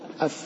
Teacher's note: ولذلك قالوا من أراد أن يتحقق من مخرج حرف يسكنه، يأتي بهمزة وصل فيسكنه. أقول لك الفاء تخرج من باطن الشفة السفلى مع أطراف الثنايا العليا حتى تتحقق، تأتي بهمزة وصل فتقول أف أو قلت أف ما فيش مشكلة.